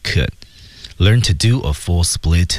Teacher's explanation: could d 失去爆破，而且要被弱读